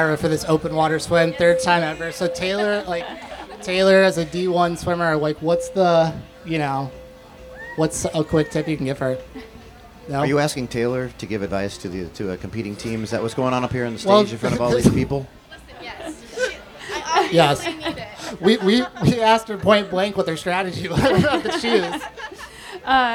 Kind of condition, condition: setting, live audience